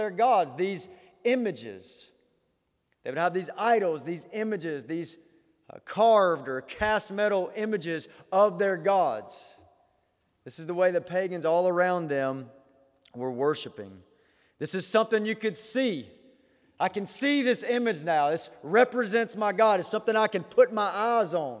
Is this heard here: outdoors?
no